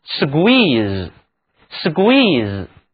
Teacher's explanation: 因为前面带有了这个辅音 s，因此要把 k 给浊化